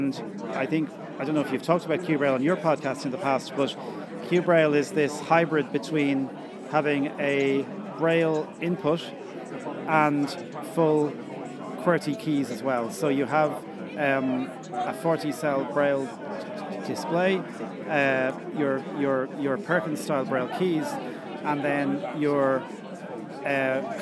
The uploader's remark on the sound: This episode features a couple of interviews that we recorded at the recent Sight Village South East exhibition. This episode features a couple of interviews that we recorded at the recent Sight Village South East exhibition.